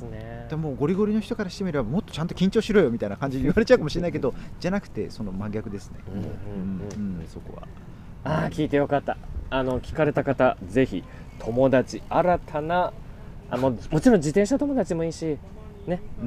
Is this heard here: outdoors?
yes